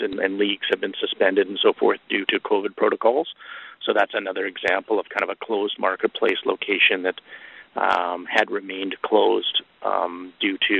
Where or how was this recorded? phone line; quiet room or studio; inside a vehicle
phone line